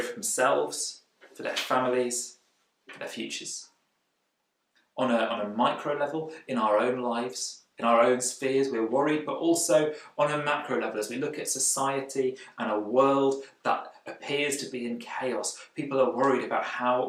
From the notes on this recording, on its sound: Recorded at freedomcentre church, Preston on Sunday 21st June 2020